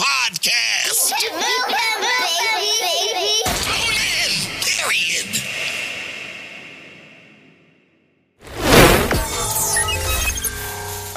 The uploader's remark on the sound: live at the Hood Media NYC’s Media Day Mayhem